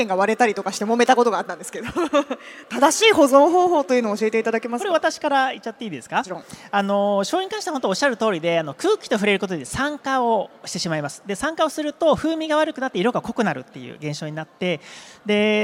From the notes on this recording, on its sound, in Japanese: CRAFT SAKE WEEK 2023 at ROPPONGI HILLSにて公開収録。